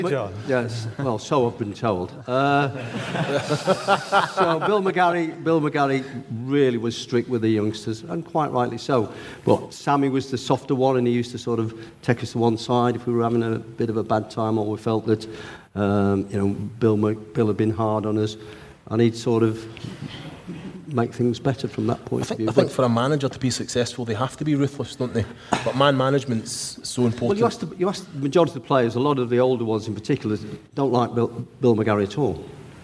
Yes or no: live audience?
yes